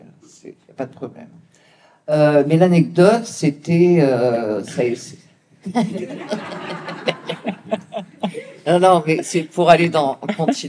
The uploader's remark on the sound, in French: Retransmission de sa conférence lors des Rencontres des intelligences animales 2023